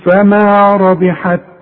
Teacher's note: وطلع لي همس بسيط شوية هوا علشان التاء دي من حروف الهمس